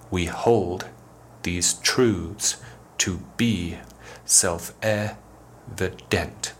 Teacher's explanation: We can break down the line into 5 groups of unstressed and then stressed syllables. · Term: iambic pentameter